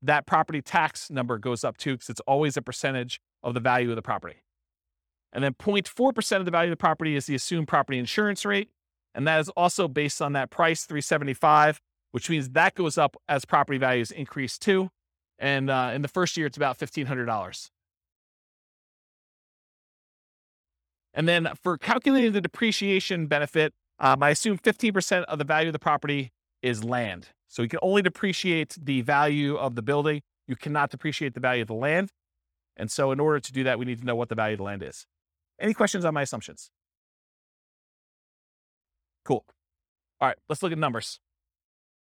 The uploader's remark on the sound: This was a live class recorded